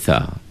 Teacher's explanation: Hujung lidah dia terkeluar sikit kan. Dia kena kena kepala gigi atas kan. Di atas sikit lah. · Term: Huruf tha